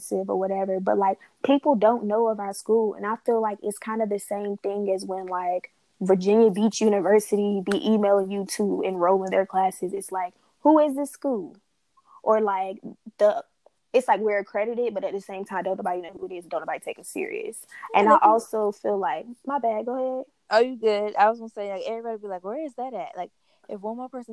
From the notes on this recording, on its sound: this episode is long & choppy because we ran into some technical difficulties